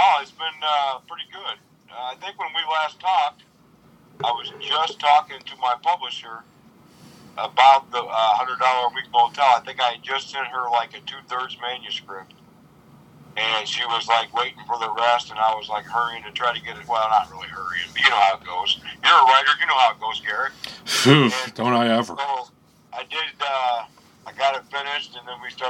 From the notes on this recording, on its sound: Recorded via phone in Grand Rapids, Michigan, and Toledo, Ohio.